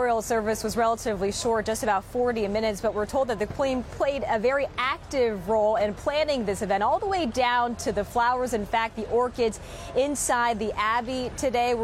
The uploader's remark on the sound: We are live in London at this morning’s memorial for Prince Phillip.